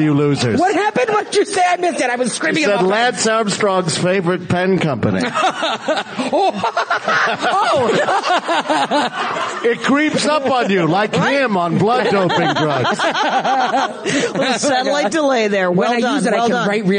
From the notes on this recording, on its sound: Live in Toronto.